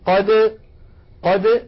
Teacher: هناك دال، ولكن لاحظوا يا إخوة هذا في حال الوصل فقط، أما لو وقفنا فنقول قد، قد بالدال الواضحة